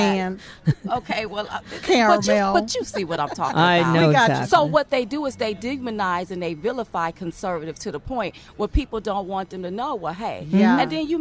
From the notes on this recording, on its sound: Live From Washington. At the Hold Their Feet to the Fire Rally in Washington, D.C.